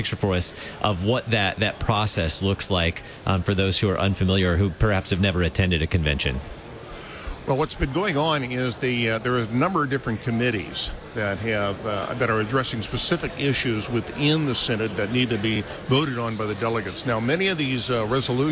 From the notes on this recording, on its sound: LCEF Live from Synod Convention. Live from the 67th Regular Convention of the LCMS.